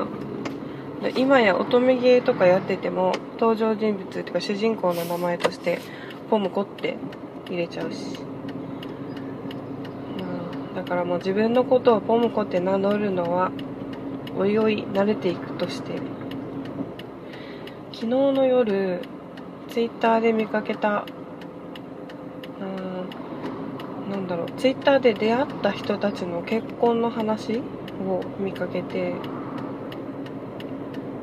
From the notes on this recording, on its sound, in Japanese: 初めての収録、、、車の中で録音したのでところどころうるさいです。